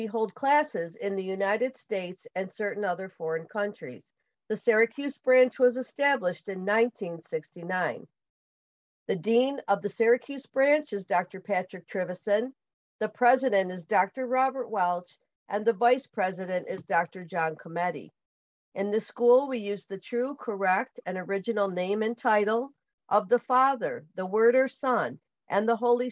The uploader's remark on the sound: Syracuse Zoom Class.